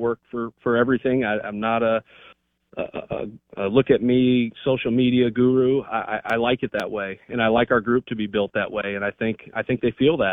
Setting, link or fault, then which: link, phone line